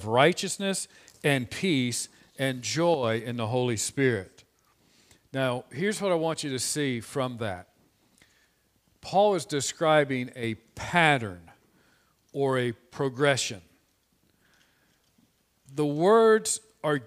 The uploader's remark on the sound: This sermon was preached on 02/14/2021 from the pulpit of Grace Community Church in Berea, KY.